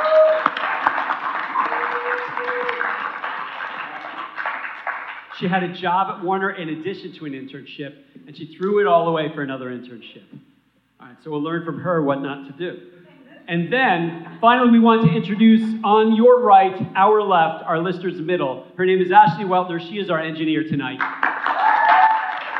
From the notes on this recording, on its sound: Music Biz 101 & More goes live in front of William Paterson University students in spring, 2019. There is screaming and hysterical laughter.